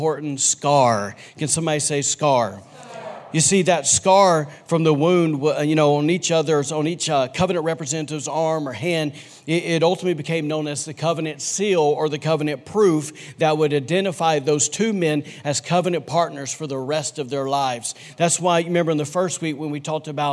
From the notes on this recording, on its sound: recorded on Sunday, February 23, 2020, during service at The Anchor Church in Rockport, Maine